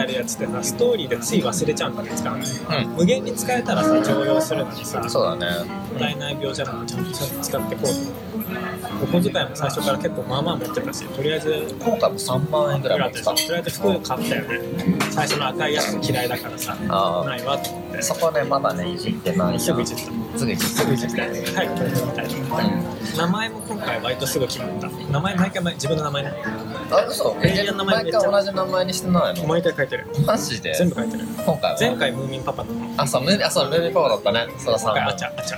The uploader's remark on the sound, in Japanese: コーヒーショップで急遽収録した為、雑音があり聞きづらく